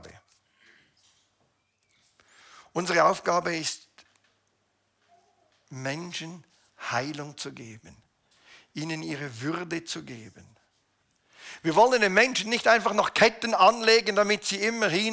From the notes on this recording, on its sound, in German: Eine Predigt der BewegungPlus Burgdorf